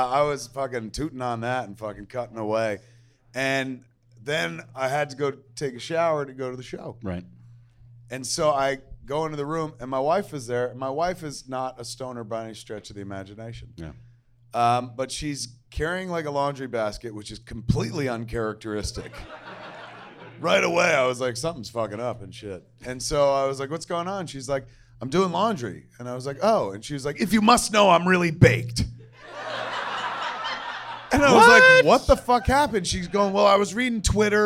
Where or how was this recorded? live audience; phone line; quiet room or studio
live audience